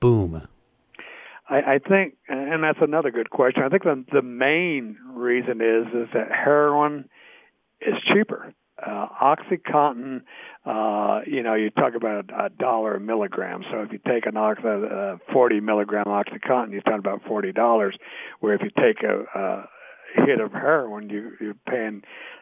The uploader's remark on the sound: joined us on the phone